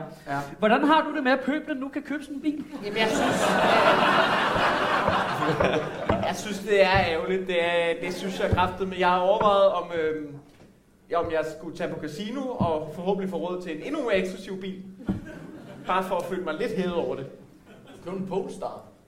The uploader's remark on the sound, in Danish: Optaget live på Comedy Zoo